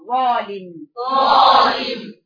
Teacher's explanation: الضاء زي الذال ما فيهوش نفس لكن في استعلاء